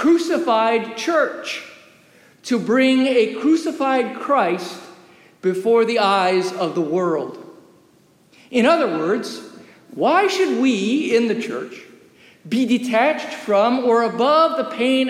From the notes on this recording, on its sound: Recorded live during worship in the historic, 317-year-old sanctuary of (Old) Rehoboth.